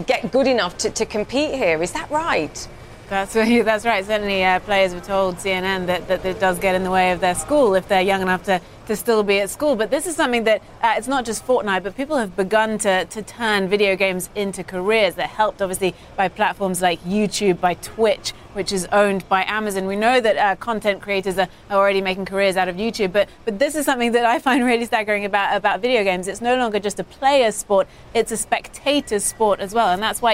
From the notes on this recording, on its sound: live from the New York Stock Exchange